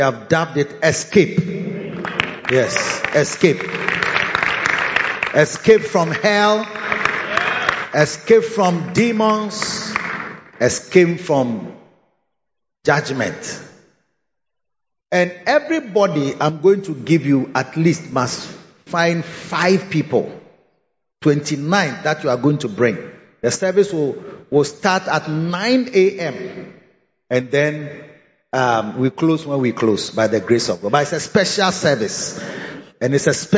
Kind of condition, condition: setting, large echoing room